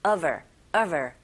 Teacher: 이렇게 intonation, 억양 느끼시면서 발음하시면 되는데 보통 her, his, him, his 사운드의 소리가 잘 안 들리거든요. 더군다나 앞에 전치사 of의 v와 같이 연결되면 of her, of her 이런 식으로 들리게 되고요